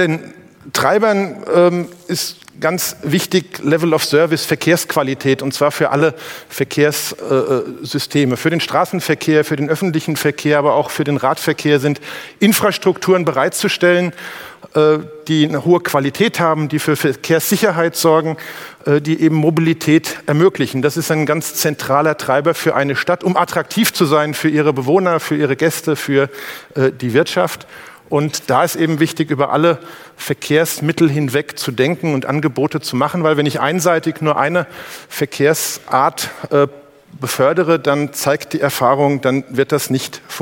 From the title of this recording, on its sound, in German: beim auto motor und sport Kongress 2019